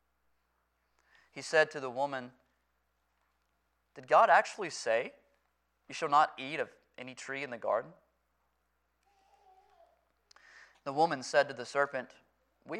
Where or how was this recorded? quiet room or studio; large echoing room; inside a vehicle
large echoing room